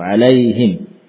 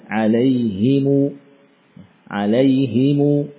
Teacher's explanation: Tidak disukun mimnya, namun dibaca dengan harakat dhammah, kemudian ada yakni mad setelahnya. · Shown in: second take